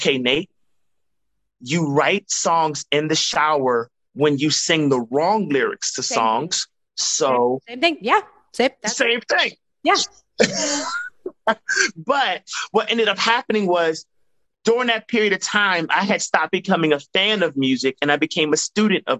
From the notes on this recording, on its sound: joined me on a Zoom